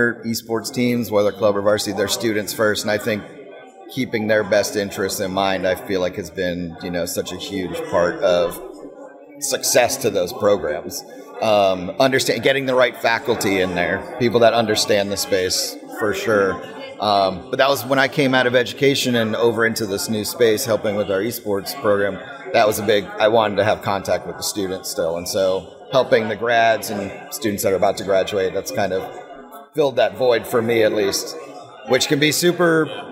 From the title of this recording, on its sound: Live From EsportsNext